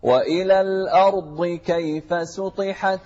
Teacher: سطحت لا في سين مو صاد